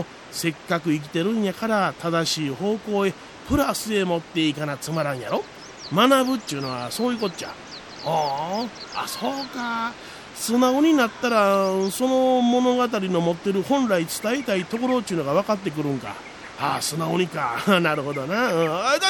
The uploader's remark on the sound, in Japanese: 小雨交じりの霧が立ち込める中での収録でした。